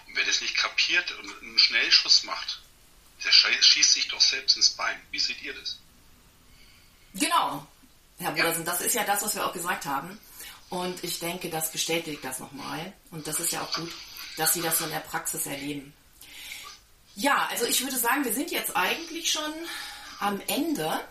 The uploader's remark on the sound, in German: in einem LinkedIn Audio Live getroffen